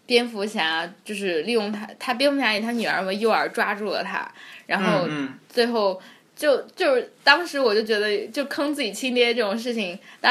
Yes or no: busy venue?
no